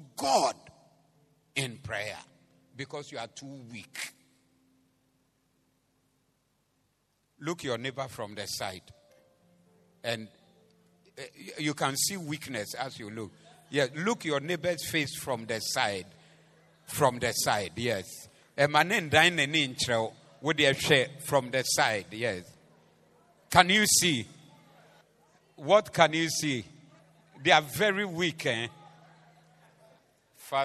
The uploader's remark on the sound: Preached at the Doxa Service 11062023